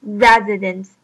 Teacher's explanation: 我们知道 residents 它有三个音节，因此我们要注重它重音的部分。它的重音是 re,因此我们读作 residents,并且在这边它的 s 的音其实是发作 z 的 z 的音。当我在发这个音的时候，你们可以试一下，你们会发现你们的牙齿会互相的震动 residents,并且在 s i 的连在一起的时候，不是发作 z,而是 z,意思就是说它的那个 i 的音被弱化了。就读作